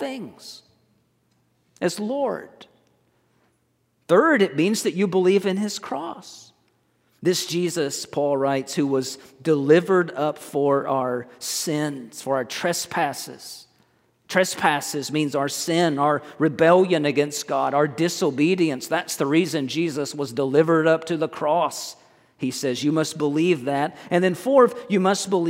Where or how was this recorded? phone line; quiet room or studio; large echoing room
large echoing room